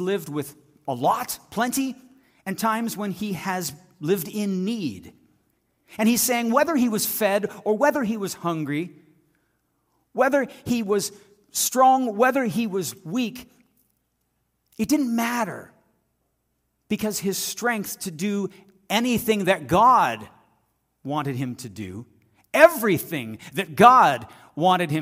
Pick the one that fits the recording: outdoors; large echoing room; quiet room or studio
large echoing room